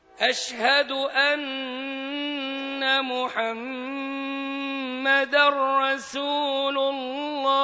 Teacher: الميم المشددة إنك تغنها، والنون المشددة تغنها